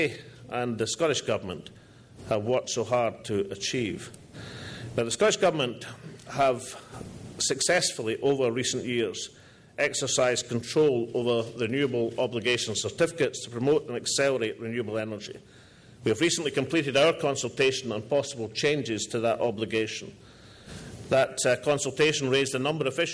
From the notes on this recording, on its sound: All Energy 2012 Conference address